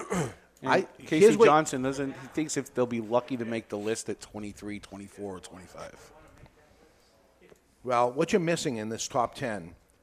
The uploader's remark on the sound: This week The Cigar Authority broadcasts live. The Cigar Authority is a member of the United Podcast Network and is recorded live in front of a studio audience at Studio 21 Podcast Cafe upstairs at Two Guys Smoke Shop in Salem, NH.